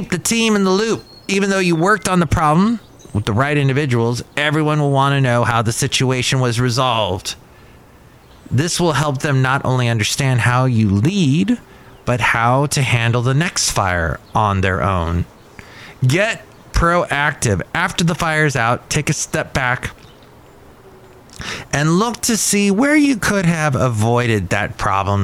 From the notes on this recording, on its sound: podcasts live from Cafe Anyway